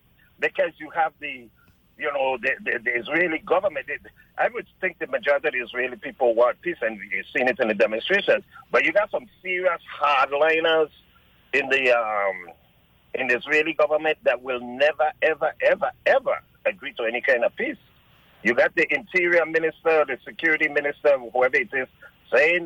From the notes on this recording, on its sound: on the phone